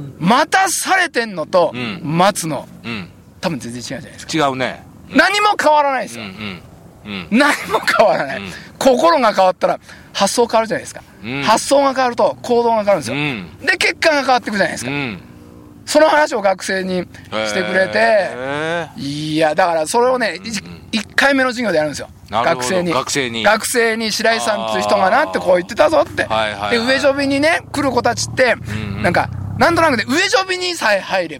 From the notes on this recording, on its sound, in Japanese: 長野県ビーナスラインの霧ヶ峰高原にて。バイクツーリングをして青空対談収録を開催いたしました。